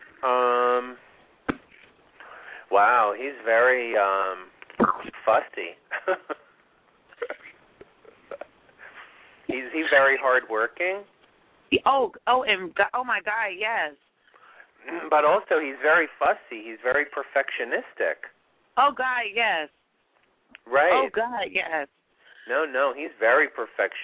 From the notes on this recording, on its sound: It's a call in show!!!